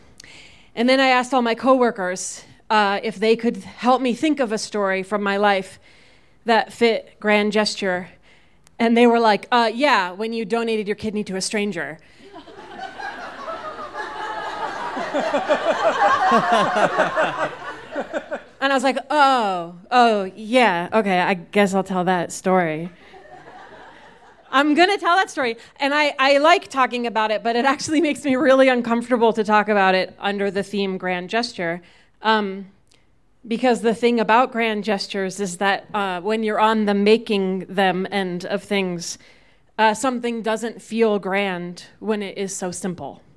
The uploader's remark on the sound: These stories were recorded live at Buntport Theater.